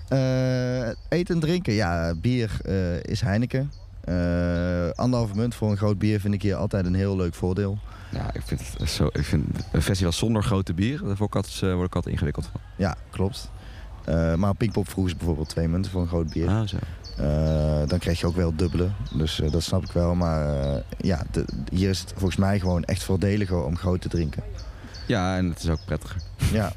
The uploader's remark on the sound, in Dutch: Down The Rabbit Hole is het beste festival van Nederland. Live vanaf de Down The Rabbit Hole camping.